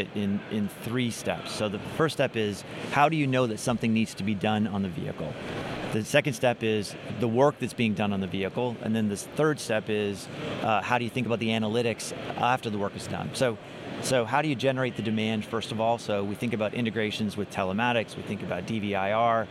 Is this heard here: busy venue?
yes